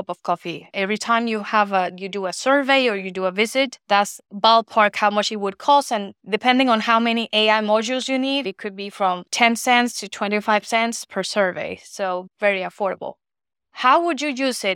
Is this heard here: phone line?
no